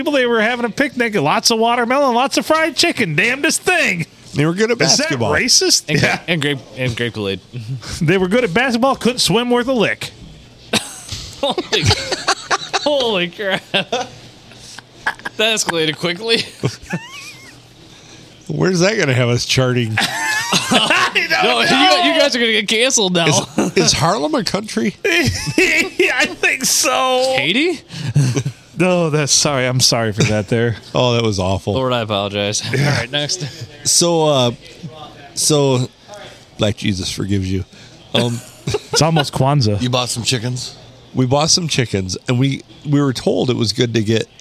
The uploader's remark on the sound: Recorded from a totally ruined (by us) Blue Water Sports Bar and Grill on a Monday night when it was snowing and blowing like the blue blazes.